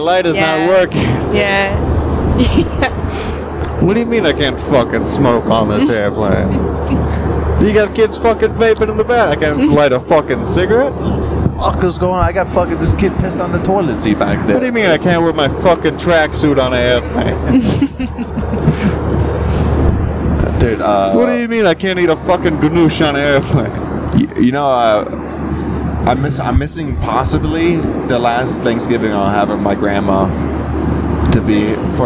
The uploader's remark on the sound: Recorded this on the way to Austin.